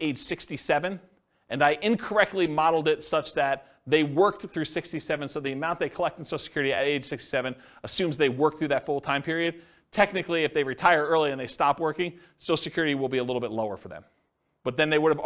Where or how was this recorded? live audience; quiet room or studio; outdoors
live audience